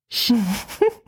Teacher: Ein stimmloser palataler Frikativ